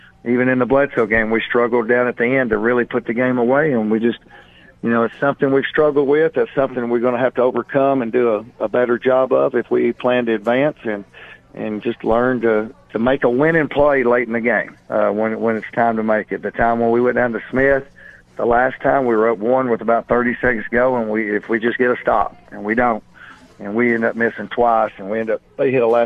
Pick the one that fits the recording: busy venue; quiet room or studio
busy venue